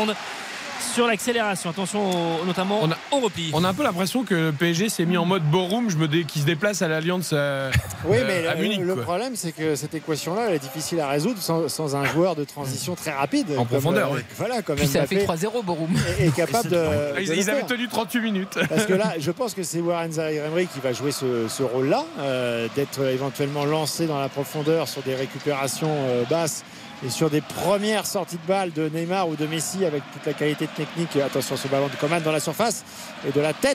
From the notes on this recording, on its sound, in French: en direct du Parc des Princes